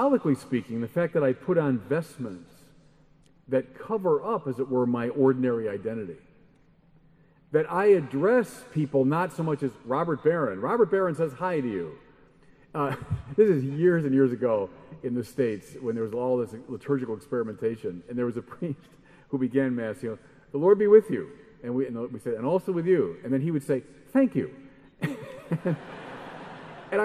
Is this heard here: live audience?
yes